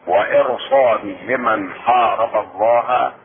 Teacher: الراء تفخم لأن جاء بعدها حرف استعلاء وهو الصاد